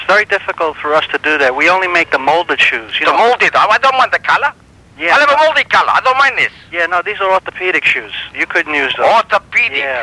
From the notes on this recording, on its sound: Personal Prank Phone Calls Collection